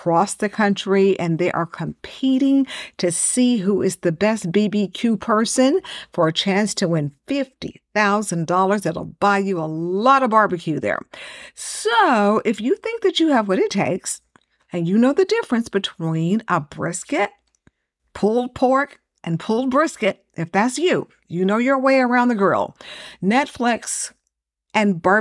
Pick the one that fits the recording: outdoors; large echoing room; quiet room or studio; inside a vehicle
quiet room or studio